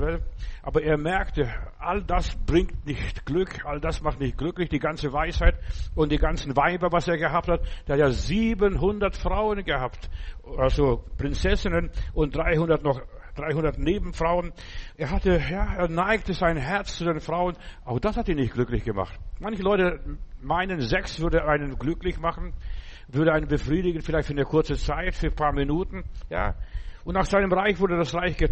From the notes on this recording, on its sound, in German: im Gemeinde-Zentrum in Berlin aufgenommen